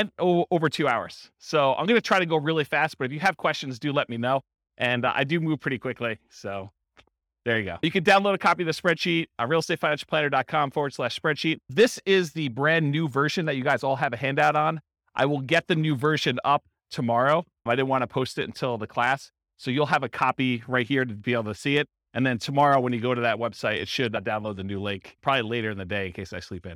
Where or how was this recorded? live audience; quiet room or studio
live audience